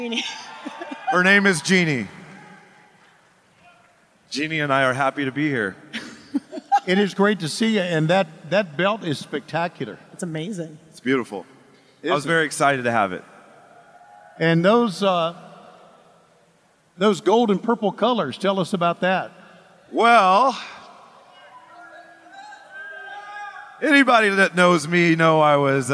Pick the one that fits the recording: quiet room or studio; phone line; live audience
live audience